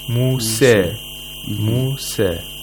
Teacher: In warsh, we have something called taqlil, which is something which is in between a fatha and kasra, even though it's more like a fatha. So the manner of the articulation of the vowel changes.